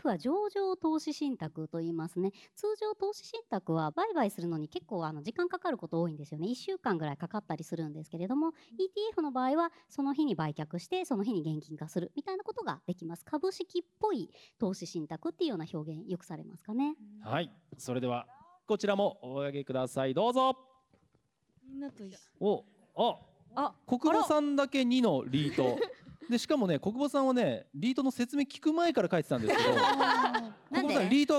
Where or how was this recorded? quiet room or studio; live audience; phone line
live audience